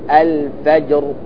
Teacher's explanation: إذا وقفت بالسكون تفخم الراء تقول الفجر، تفخم الراء، وإذا وقفت بالروم فالراء مكسورة، والكسر إذا كانت الراء مكسورة فهي مرققة، لهذا تقول الفجري الفجري، فتكسر الراء بثلث حركة وترققها.